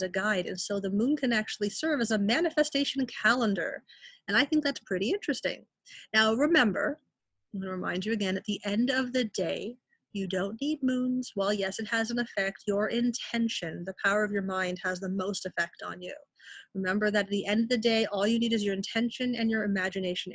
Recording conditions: video call